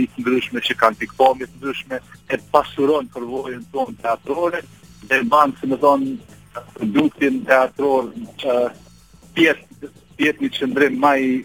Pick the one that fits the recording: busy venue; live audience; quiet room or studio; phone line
phone line